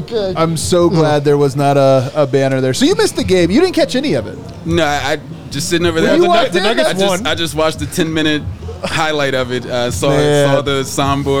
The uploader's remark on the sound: Come to you LIVE from the DNVR Bar.